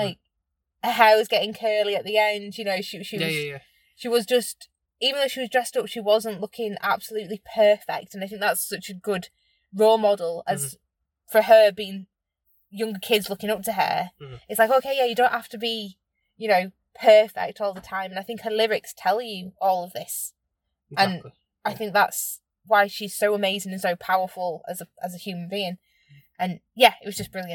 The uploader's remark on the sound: brief recording of our experience when we got back to the car (as it started to rain - typical British weather